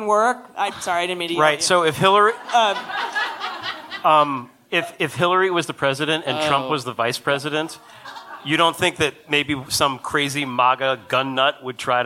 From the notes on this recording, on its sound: At our live show in Boston, MA.